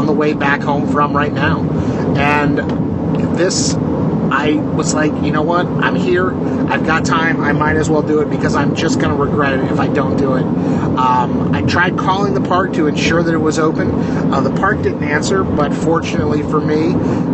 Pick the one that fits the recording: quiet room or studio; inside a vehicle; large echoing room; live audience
inside a vehicle